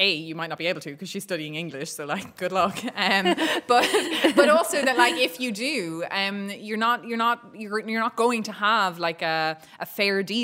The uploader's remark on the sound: Recorded live at the Irish Writers Centre in Dublin.